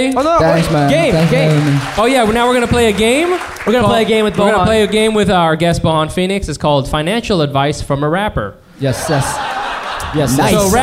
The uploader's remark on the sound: We popped our live podcast cherries on 9/24/19